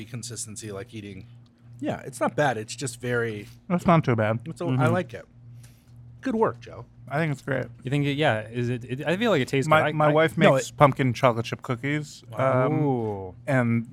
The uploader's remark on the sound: Live at BugCon. Special episode recorded at BugCon 2019 at the Burbank Airport Marriott in Burbank, California.